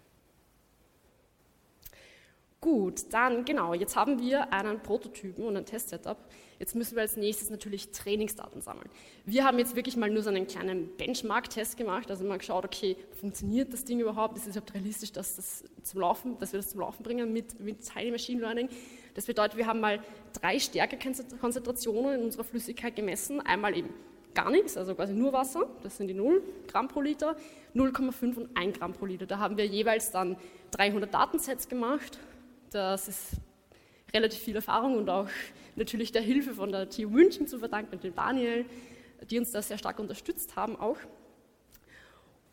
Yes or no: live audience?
yes